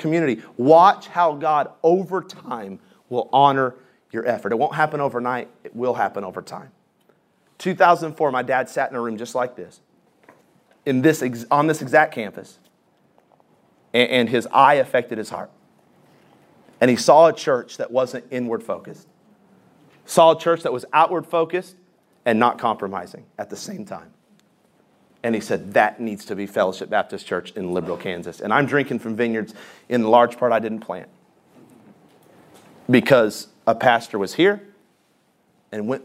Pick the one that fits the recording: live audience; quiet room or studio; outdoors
live audience